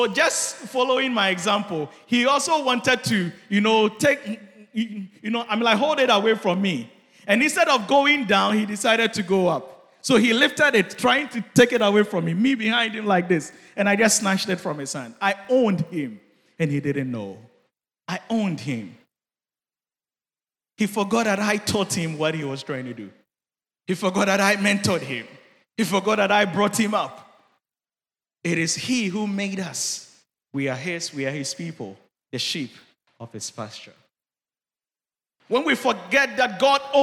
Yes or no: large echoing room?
yes